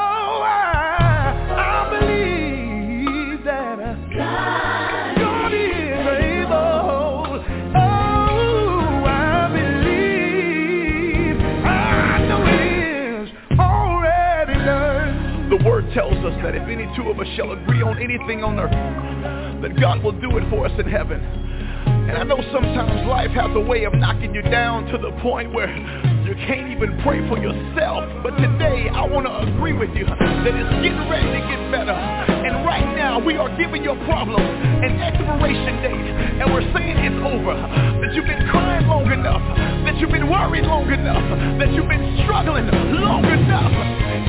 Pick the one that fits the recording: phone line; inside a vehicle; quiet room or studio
phone line